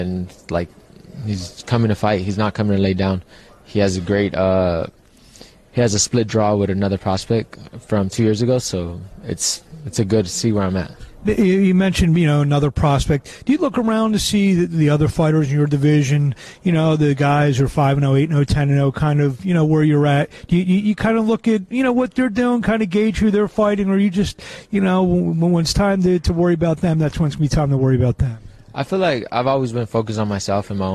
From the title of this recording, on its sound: LIVE FROM CANELO - GOLOVKIN 3